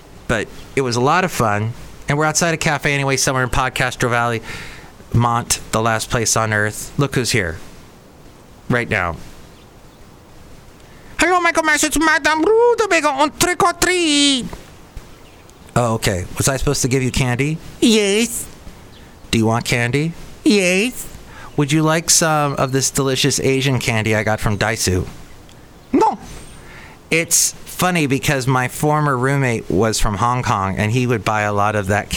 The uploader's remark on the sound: podcasts live from Cafe Anyway